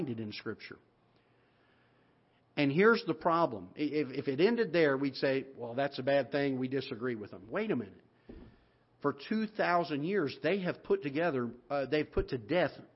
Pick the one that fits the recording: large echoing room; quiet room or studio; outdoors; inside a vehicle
large echoing room